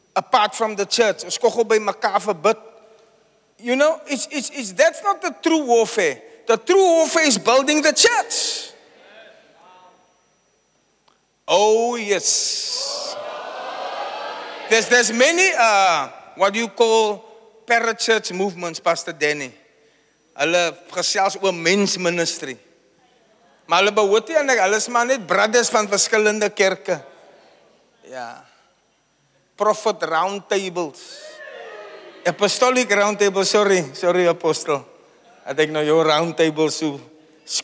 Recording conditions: live audience